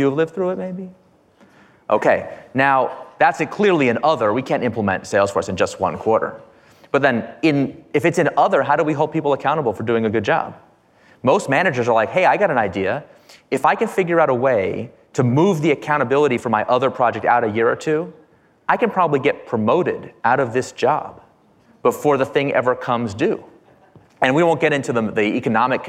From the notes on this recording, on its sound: Live at Code 2019. At the 2019 Code Conference.